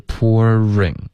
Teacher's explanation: 这个 ring 的 r 的音要嘟嘴，然后卷舌，不然它就融成一个音节了